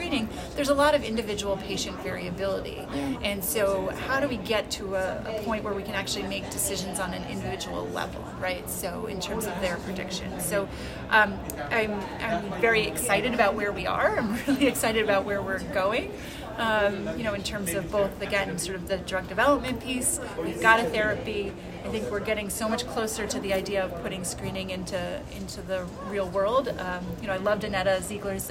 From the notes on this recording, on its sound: recorded during the ADA 2023 Conference